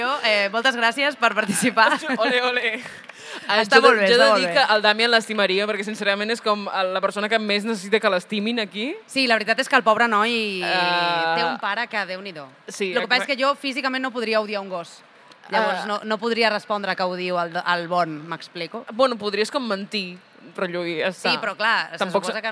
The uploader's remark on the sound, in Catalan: en directe des del MangaBCN 2024